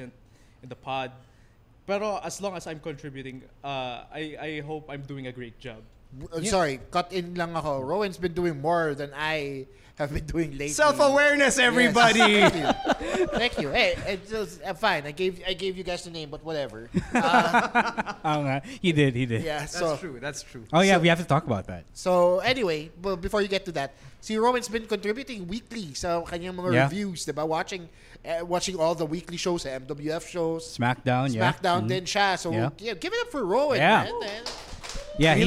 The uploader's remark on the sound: the live recording session at the PNA Studios